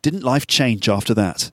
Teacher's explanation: So downward intonation, because it's really a rhetorical question.